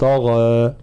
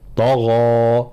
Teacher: نفس درجة التفخيم في الغين وكذلك في الألف · Shown in: second take